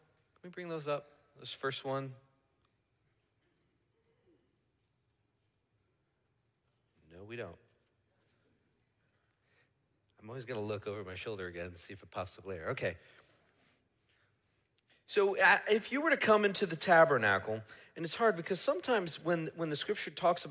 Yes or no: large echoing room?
yes